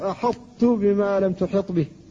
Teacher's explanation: الحرف إذا أريد إدغامه لا بد أن يبدل مجانسا مماثلا للحرف الذي يدغم فيه، لكن مع ذلك تبقى رائحة الطاء لتغلب على التاء قبل النطق بها، فيقال أحط بما لم تحط به، فيبقى منها الاستعلاء، يرتفع اللسان عندها